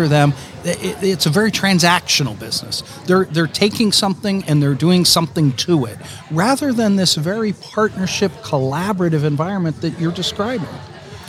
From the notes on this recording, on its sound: The interview was conducted during Day 2 of the Association of University Research Parks 2022 International Conference held in Toronto.